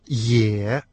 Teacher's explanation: Вы можете определить на слух, что это слово произносится с третьим тоном.